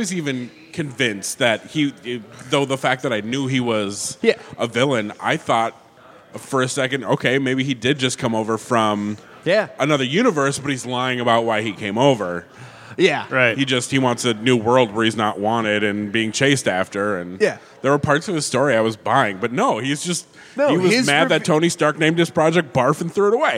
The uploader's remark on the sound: Live to tape from CONvergence 2019!! This episode is our annual unedited recording from CONvergence (Minneapolis) where the guys sat in the lobby of the hotel and talked their normal nerd talk.